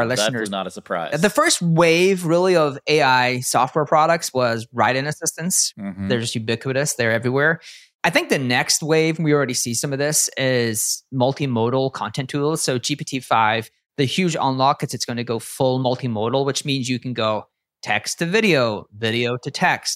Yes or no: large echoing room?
no